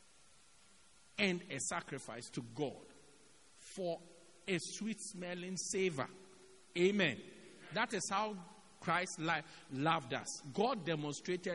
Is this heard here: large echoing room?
yes